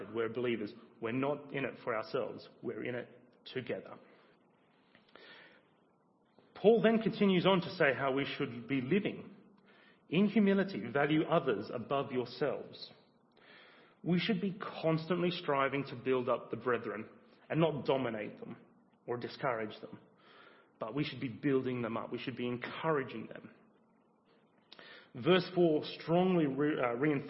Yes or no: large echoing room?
yes